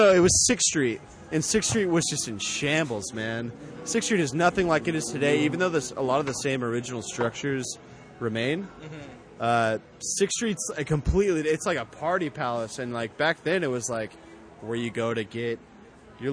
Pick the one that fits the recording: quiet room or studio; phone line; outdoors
outdoors